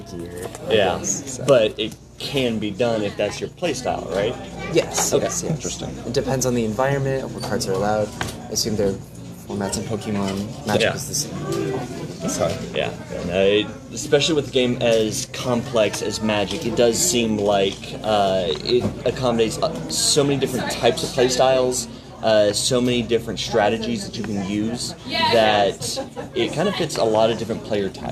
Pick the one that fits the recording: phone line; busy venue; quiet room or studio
busy venue